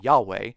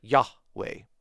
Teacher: And this would result in the pronunciation of the four consonants of the divine name as Yahweh. And there is a short pause there between the two syllables · Shown in: second take · I know a lot of people just like to say Yahweh, but there is a short pause there, Yahweh.